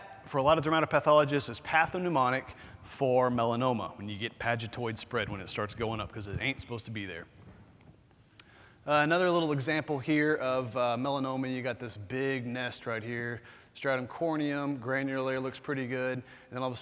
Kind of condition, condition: setting, busy venue